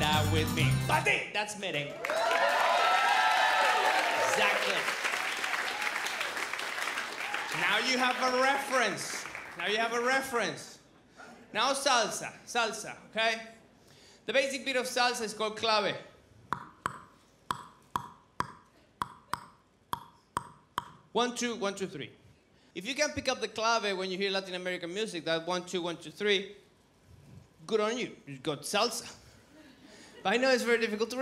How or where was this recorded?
live audience